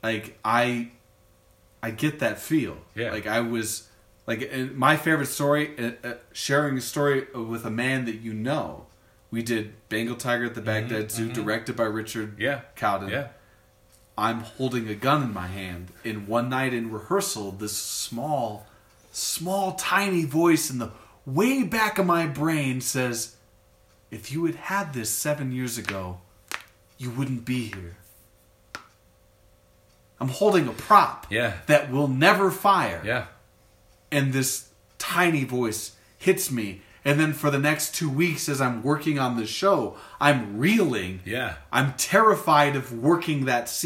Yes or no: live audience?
no